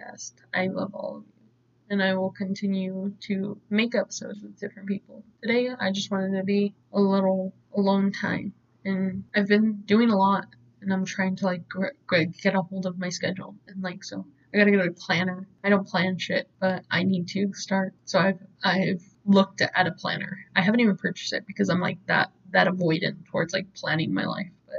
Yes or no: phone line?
no